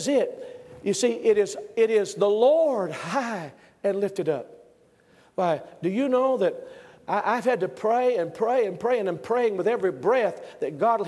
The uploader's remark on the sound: Originally preached at the National Sword of the Lord Conference in 2004.